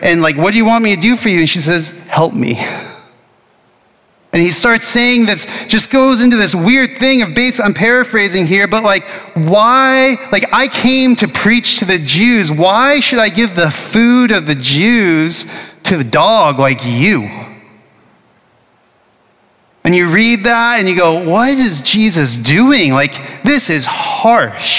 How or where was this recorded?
large echoing room